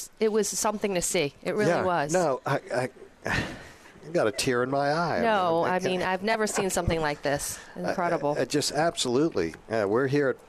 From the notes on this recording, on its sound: Toys for Tots at H2O Salon and Spa in Metairie. Broadcasting LIVE at H2O Salon and Spa where they're hosting Toys for Tots with Marine Corp servicemen.